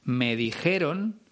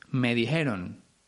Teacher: su manera de pronunciar la J, que es aspirada · Shown in: second take